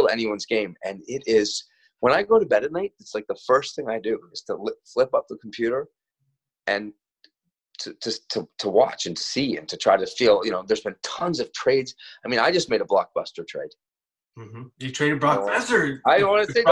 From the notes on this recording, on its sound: joins the Zoom version of the podcast